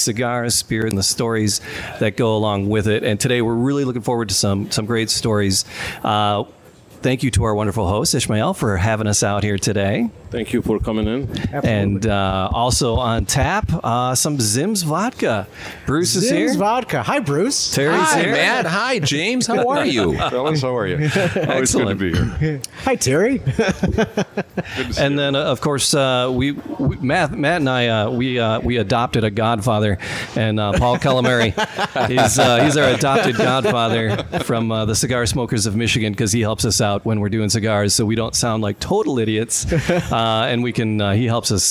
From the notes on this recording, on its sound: We broadcast live at La Casa